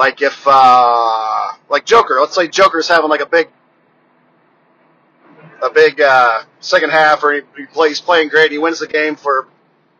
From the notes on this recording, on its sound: FROM MY CAR. I got bored on a long drive home today so decided to hit record.